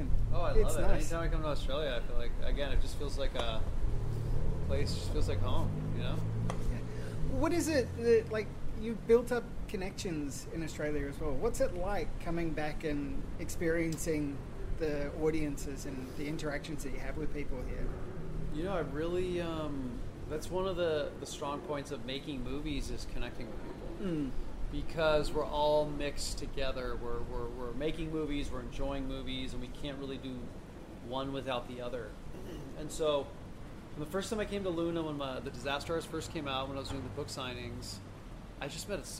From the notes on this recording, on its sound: This interview was recorded in Northbridge so there is some atmospheric sound, and you'll have to excuse the mic dropping midway through, the wind knocked it over.